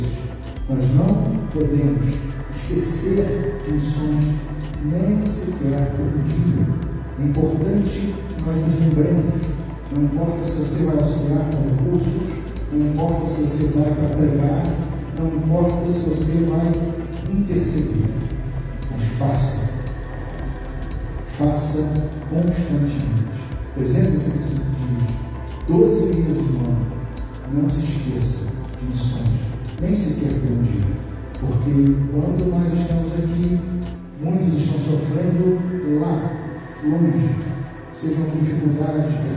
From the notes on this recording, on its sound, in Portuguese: Mensagem gravada em Igreja Batista Central em Jardim Amendoeira São Gonçalo - RJ